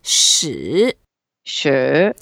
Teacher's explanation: 使 is a third tone, so we make some effort to go down first and then up.